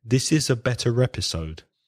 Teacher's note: This is a better episode than last week's becomes this is a better episode. Again, joining the R and the E of episode.